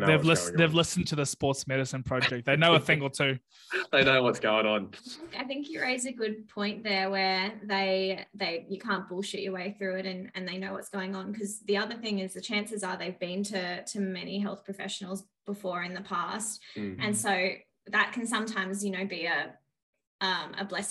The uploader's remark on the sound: first ever Zoom collab